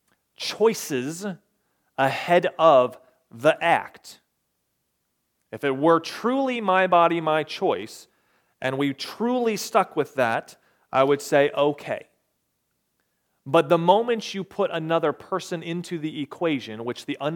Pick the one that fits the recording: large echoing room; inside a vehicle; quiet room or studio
large echoing room